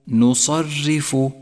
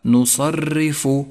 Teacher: رققت لأنها مكسورة، واحذر وأنت تقرأها من أن تتكرر معك في اللفظ · Shown in: first take · أي هكذا: نصرف، والصواب نصرف. · Term: الراء المرققة